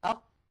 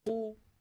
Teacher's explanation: ينحصر الضيق والإزعاج في جهاز النطق في القاف حالة سكونها، وذلك بسبب انغلاق المخرج وانقفاله انقفالا تاما · Shown in: first take · يحجز خلفه كمية من الهواء تشكل إزعاجا للناطق.